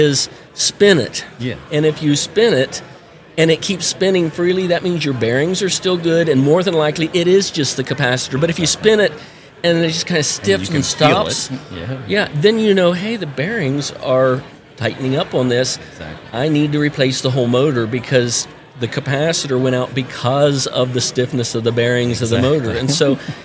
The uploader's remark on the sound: At the 2023 National HVACR Education Conference.